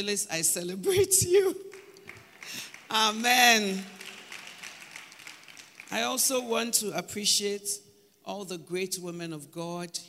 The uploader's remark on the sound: Preached at Palace Breakfast and Summit, April 2023